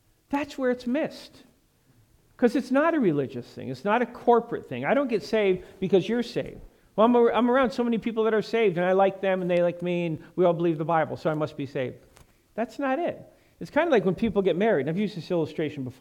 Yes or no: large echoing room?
yes